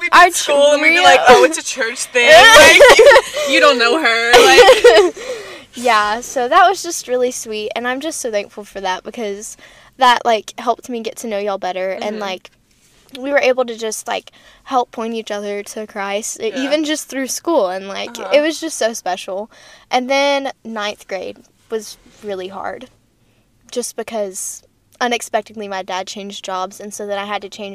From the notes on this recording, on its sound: live from a Starbucks parking lot!